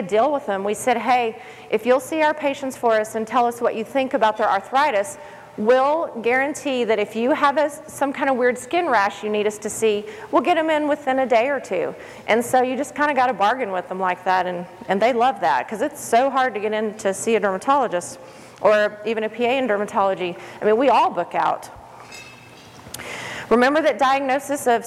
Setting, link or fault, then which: setting, busy venue